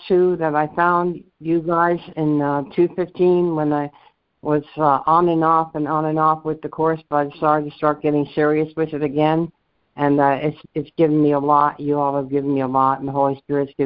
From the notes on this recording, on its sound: ACIM Daily Conference Call